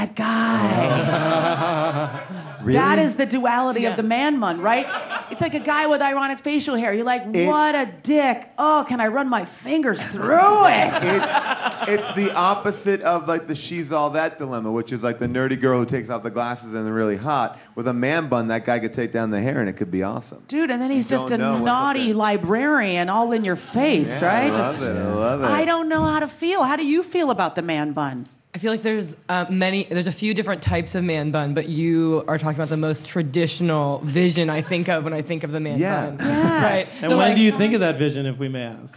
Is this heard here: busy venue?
yes